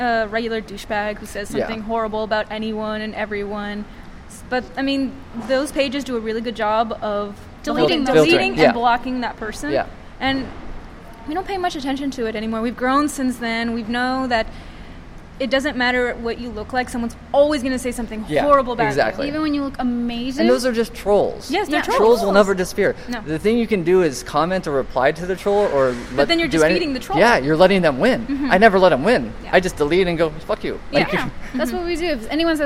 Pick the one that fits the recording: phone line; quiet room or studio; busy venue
busy venue